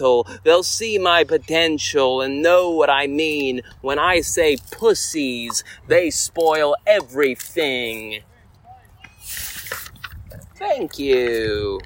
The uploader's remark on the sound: reads beautiful poetry to an indifferent audience in Northcrest Park